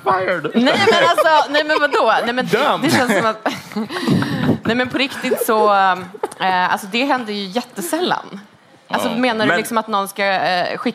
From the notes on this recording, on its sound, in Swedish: LIVE-avsnitt från podstudion i Kulturhuset i Stockholm. Live at Kulturhuset. Denna vecka släpper vi vårt hypade LIVE-avsnitt från podstudion i Kulturhuset i Stockholm.